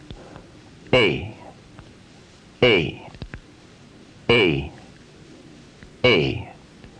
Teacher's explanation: When you say A, you start with the slightly more open position of A, and you end with the lips spread wider apart in the position of E.